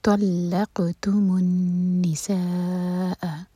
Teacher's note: قوف پر سکون ہے، قوف پر قلقلہ کیا جائے گا